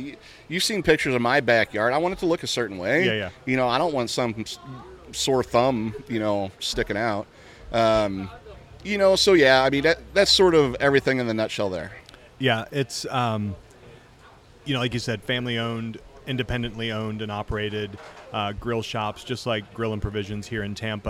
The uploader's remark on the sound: We are LIVE from the BBQ Love Fest in Tampa Florida